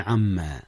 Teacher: أدغم النون في الميم إدغاما بغنة